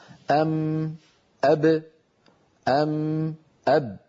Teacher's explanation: الميم والباء خرجتا بانطباق الشفتين على بعضهما